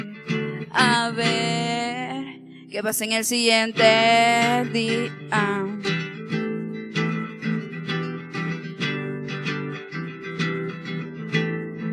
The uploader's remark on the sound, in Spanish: Hice un trabajo de edición de audio y doblaje a partir del audio de los videos grabados con 2 cámaras distintas.